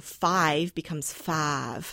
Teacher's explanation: in the South, you would find, you might find that a diphthong, I, is pronounced as a monophthong, ah, so five becomes fav, like wat ras, right?